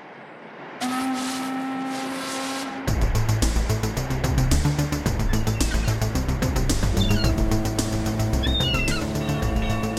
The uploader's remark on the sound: As the UK begins to open up after lockdown, we take to the water for the first-ever Bruise Cruise, as the guys broadcast live from the HMS Tony Warren as it sails down the Manchester Ship Canal.